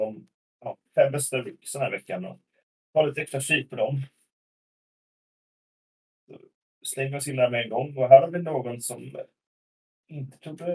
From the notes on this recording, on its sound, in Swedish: Ljudkvalitén blev tyvärr inte den bästa